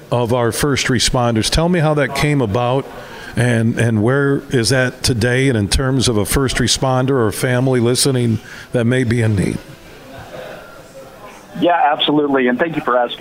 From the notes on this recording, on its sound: we're broadcasting live from the American Dunes Golf Club in Grand Haven